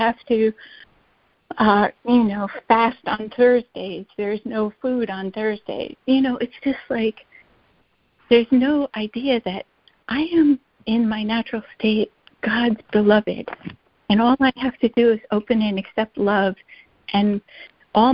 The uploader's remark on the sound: ACIM Daily Conference Call